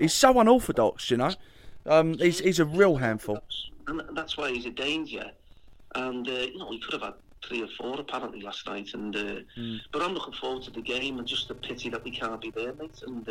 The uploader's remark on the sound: on the phone